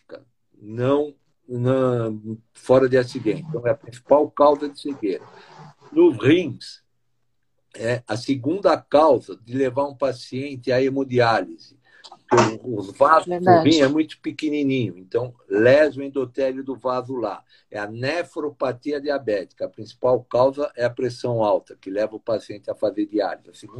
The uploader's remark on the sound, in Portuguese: Esse podcast foi retirado da live feita no Instagram do Grupo Mulheres do Brasil Santos